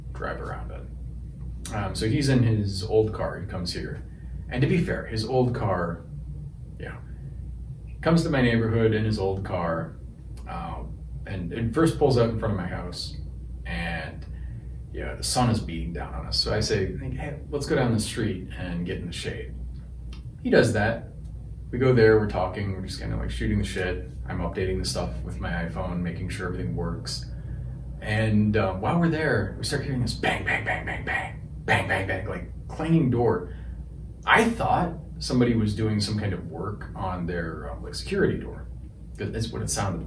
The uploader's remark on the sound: Apologies for the audio quality. Had more issues with my wireless mic.